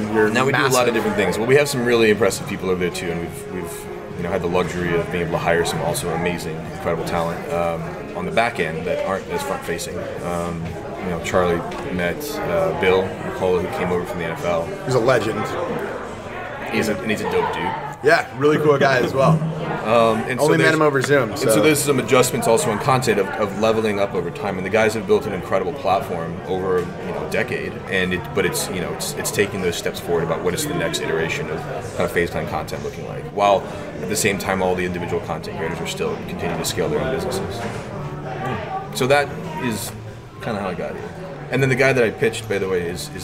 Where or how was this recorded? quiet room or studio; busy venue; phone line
busy venue